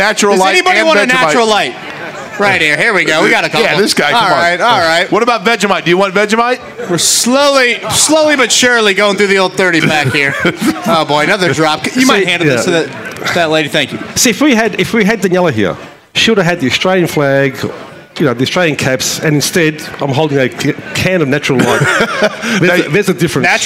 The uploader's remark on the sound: LIVE AT CARB DAY!